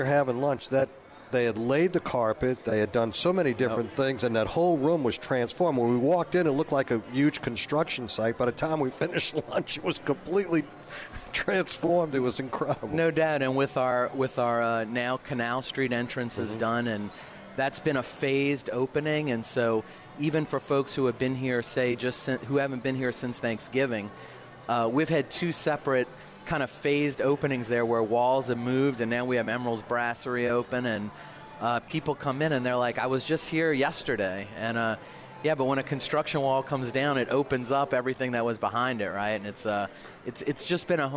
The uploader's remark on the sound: broadcasting LIVE from from Caesars New Orleans!